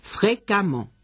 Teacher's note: aunque se escribe fréquemment, que han visto en el libro, se pronuncia como si tuviera una A. Fréquemment, y no fréquemment.